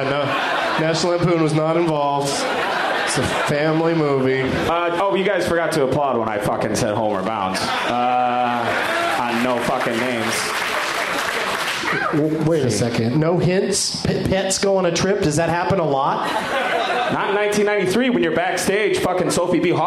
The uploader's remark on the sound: Live from Cap City Comedy Club in Austin